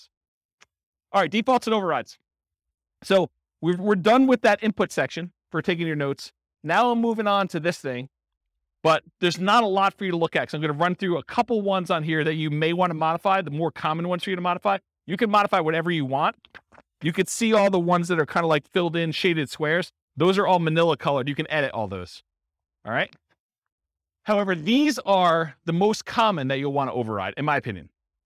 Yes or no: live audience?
yes